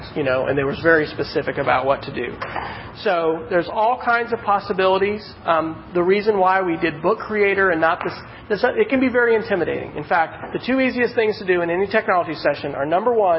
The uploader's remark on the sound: This is a recording (part 2 of 2) of a meetup in Oklahoma City